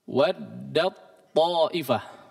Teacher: Dia masuk secara sempurna langsung menjadi huruf ta. · Term: idgham kamil